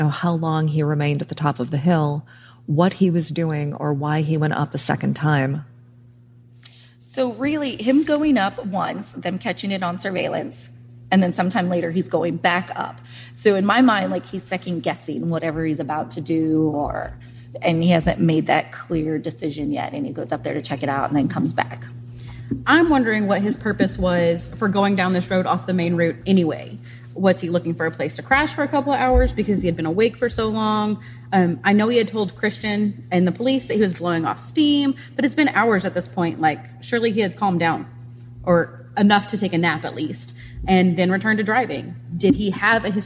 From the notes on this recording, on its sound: This episode was recorded LIVE at the True Crime Podcast festival in KCMO. I'm sipping whiskey during the recording, apologies for the ice noises!